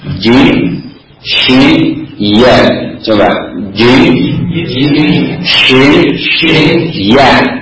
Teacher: Dari dalam tadi maju ke depan, bagian tengah keluar tiga huruf jim, syin dengan ya. · Term: wasatul lisan